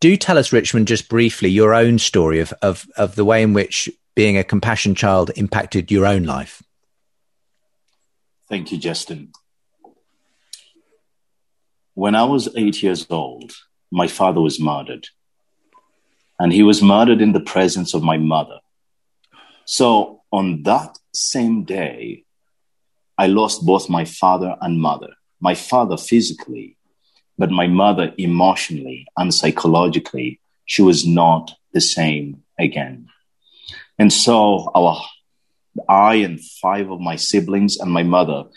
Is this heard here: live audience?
no